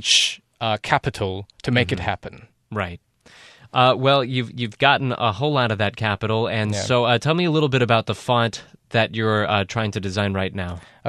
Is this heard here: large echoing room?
no